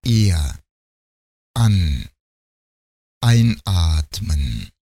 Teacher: В немецком языке все начальные гласные, то есть гласные в начале слова и в начале корня, произносятся с твердым приступом. По-немецки твердый приступ называется «der feste Einsatz» или «der Knacklaut».